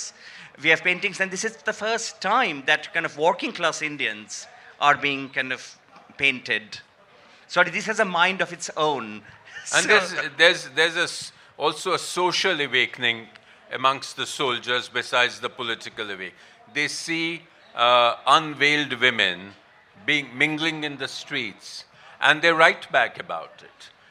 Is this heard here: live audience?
yes